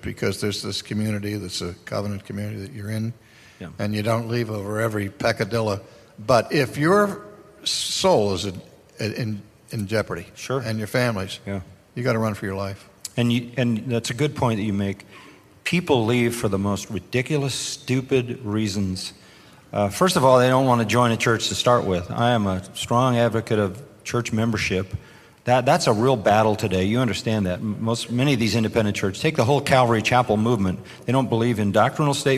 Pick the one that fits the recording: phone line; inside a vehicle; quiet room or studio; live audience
live audience